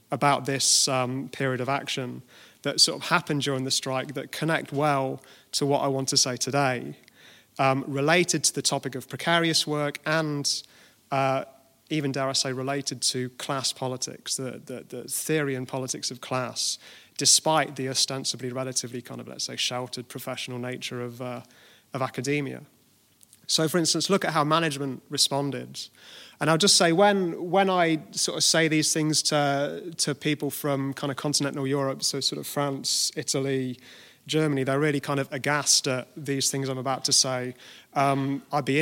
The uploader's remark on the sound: at the Kevin McMahon Memorial Lecture 2018 in SIPTU's Liberty Hall, Dublin